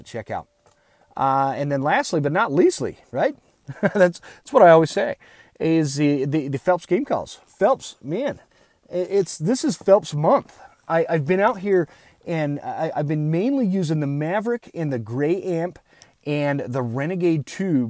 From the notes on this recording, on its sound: I recorded this episode on my phone from the elk woods of Idaho.